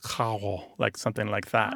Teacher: More like a French R rather than a traditional Spanish trilled R.